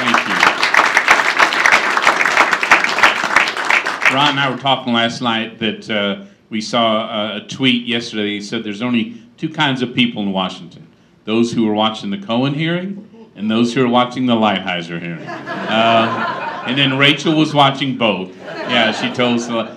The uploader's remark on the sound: appears before a breakfast meeting of The Ripon Society